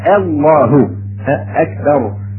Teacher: الهمزه لا حظ لها في التفخيم، لابد ان ترقي